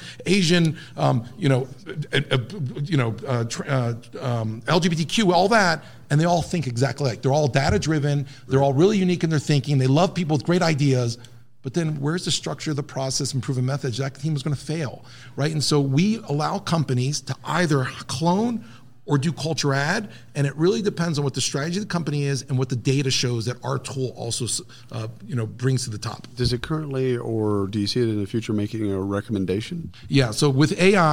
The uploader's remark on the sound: Live from SHRM Talent